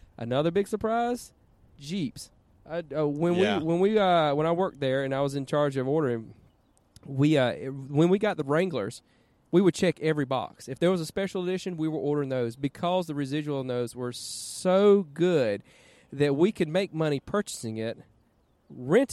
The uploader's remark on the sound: This episode of Cars and Talky is recorded from Birmingham Cars and Coffee. This is the cars and coffee event that I first became a part of while I was attending college.